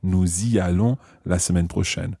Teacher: And notice that we pronounce the S of nous y allons. Okay, the nous has the S pronounced here because it's followed by a vowel sound.